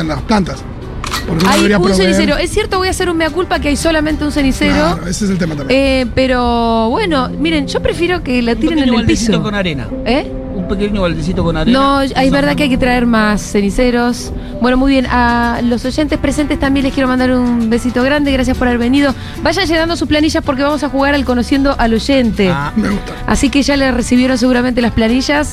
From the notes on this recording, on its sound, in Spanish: en vivo desde Yunta Bar